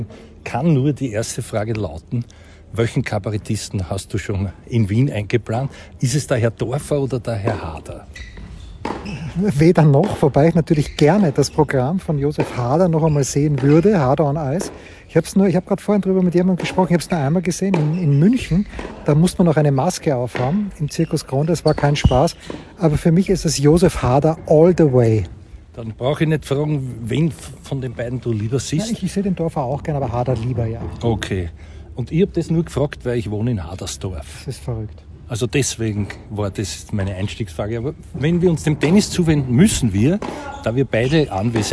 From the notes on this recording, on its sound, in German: Live vom Trainingscourt in der Wiener Stadthalle